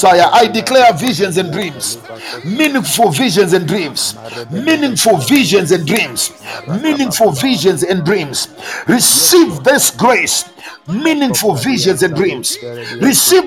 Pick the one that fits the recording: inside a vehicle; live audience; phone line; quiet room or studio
live audience